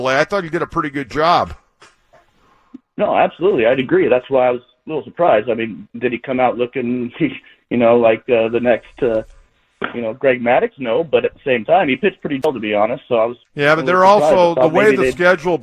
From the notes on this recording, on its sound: Continues to field phone calls from anxious Padres fans.